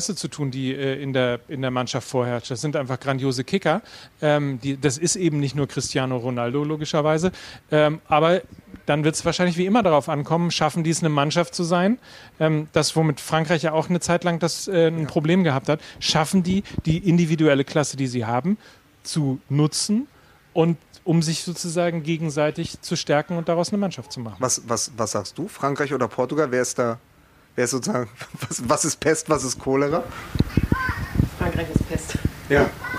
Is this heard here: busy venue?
yes